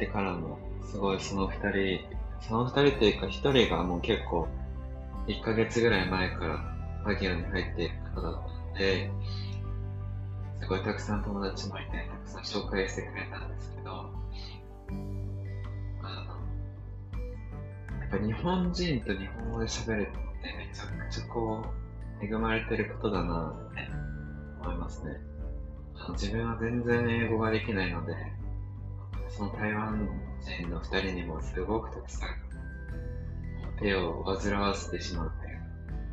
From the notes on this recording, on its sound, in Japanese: バギオに到着しまして、初日のオリエンテーションを受けてきました。音声聞きにくくてすみません。